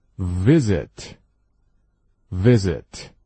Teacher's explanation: v 一定要有这种摩擦的感觉，摩擦摩擦